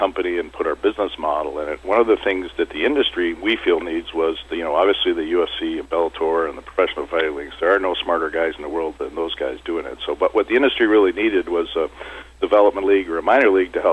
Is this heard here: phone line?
yes